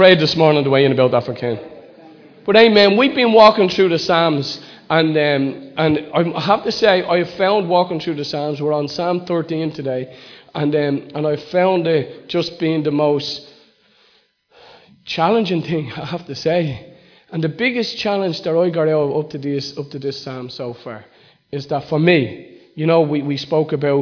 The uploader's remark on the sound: Recorded live in Liberty Church in 2019